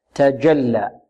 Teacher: الذال هنا معجم من طرف اللسان مع طرف الثنايا العليا. إذا تجلى، الجيم تخرج من ماذا؟ من وسط اللسان مع الحنك الأعلى، وكذلك فيها صفة الشدة